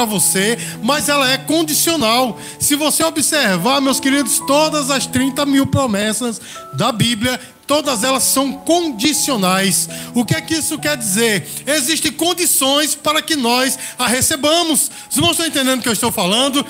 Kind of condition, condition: setting, large echoing room